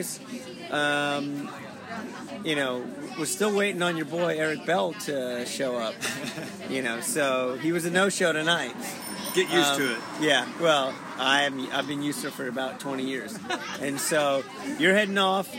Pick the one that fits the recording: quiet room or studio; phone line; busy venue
busy venue